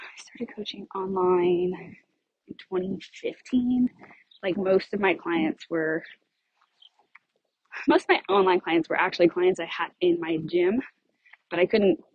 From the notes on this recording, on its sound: I recorded this episode while on a walk in my neighborhood and the audio starts out a little broken-up but it does get clearer about 2 minutes in!